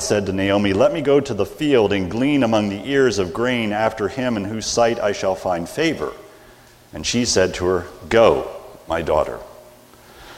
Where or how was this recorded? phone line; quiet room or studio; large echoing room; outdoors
large echoing room